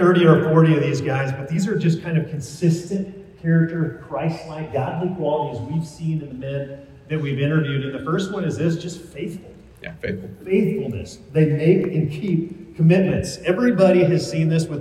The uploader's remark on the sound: Recorded live at the 2022 Student Mobilization Conference (SMC) in Dallas, Texas.